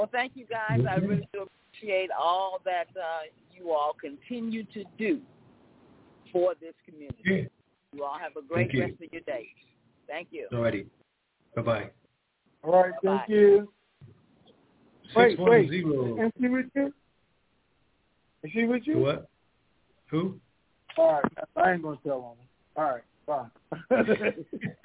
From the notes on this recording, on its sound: Conference Call